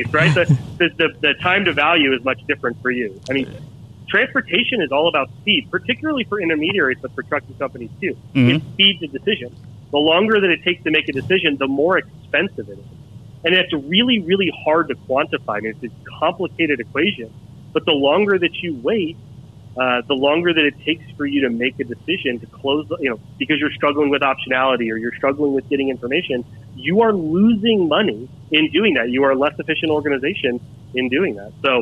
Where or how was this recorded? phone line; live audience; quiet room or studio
phone line